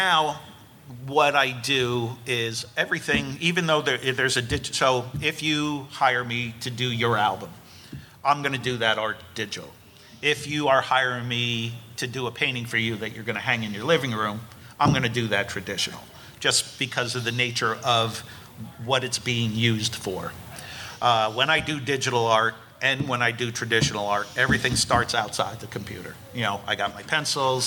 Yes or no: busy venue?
yes